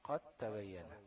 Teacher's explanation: مش هتنطق الدال، تنطق ايه؟ تاء واحدة · Term: ادغام الدال في التاء